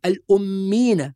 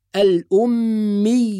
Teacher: وهذا يسمى في مصطلح التجويد مد التمكين، يعني نمكن الياء من الظهور · Shown in: second take